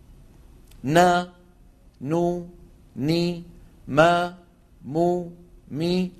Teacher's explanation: وتكون الغنة أنقص ما تكون، يعني أقصر ما تكون في النون والميم المتحركتين